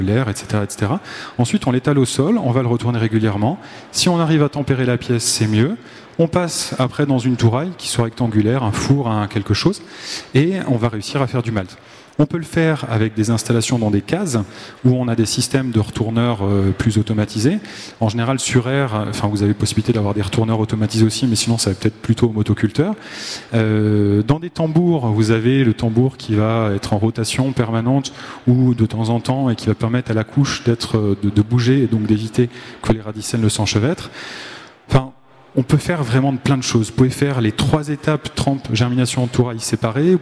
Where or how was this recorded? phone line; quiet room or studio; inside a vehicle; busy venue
busy venue